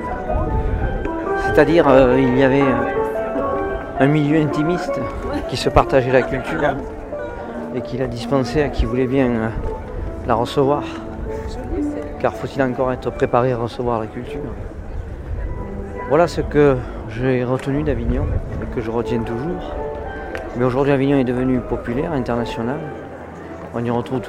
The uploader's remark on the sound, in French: Avignon au festival Off. Une balade dans la ville durant le festival.